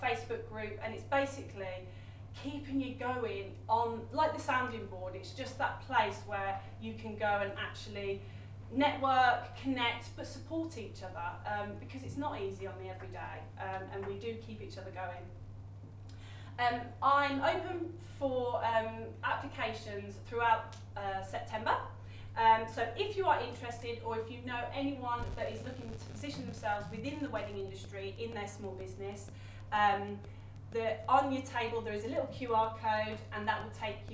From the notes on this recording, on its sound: a recording of a recent talk I did at a networking event